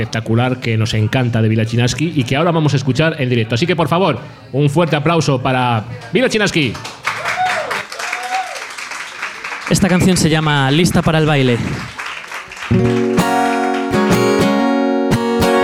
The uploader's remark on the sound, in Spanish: La Ciudad Sumergida LIVE en el Cul De Sac